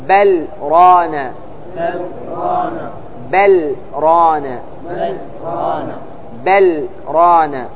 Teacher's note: يمتنع إدغام لام بل في الراء بسبب السكت